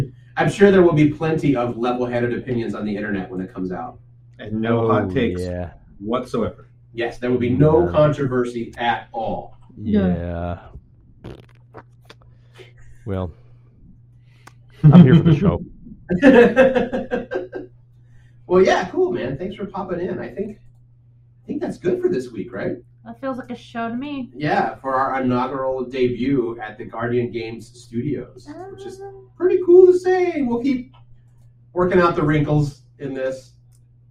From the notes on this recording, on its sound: Sorry for the audio, we're working out the wrinkles in the new studio setup.